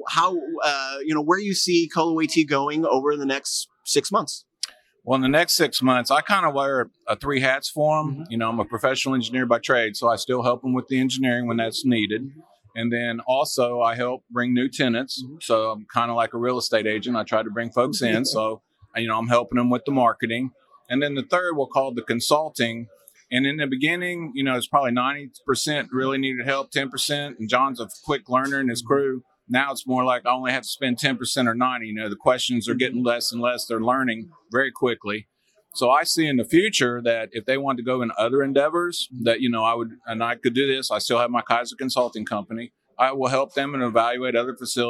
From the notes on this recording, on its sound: Live from Metro Connect 2020